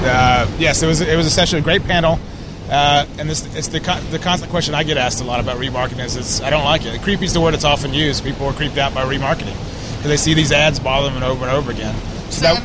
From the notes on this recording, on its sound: while on location from SMX East 2011